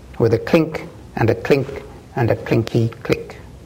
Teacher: the resonance of the nasal element in clink disappears, giving the line something like a diminished close